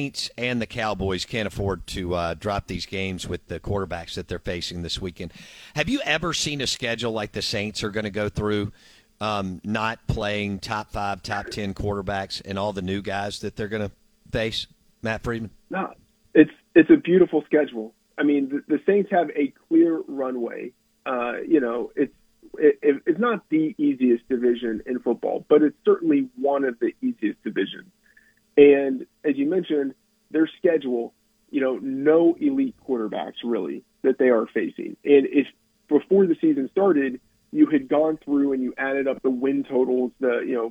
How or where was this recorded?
phone line